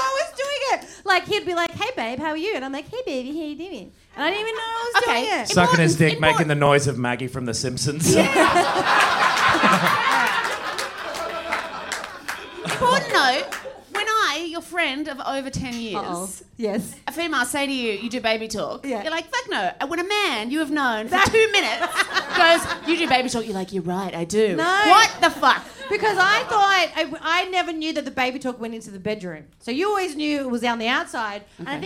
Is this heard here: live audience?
yes